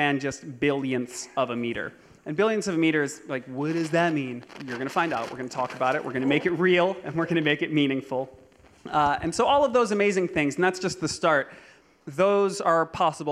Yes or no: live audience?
yes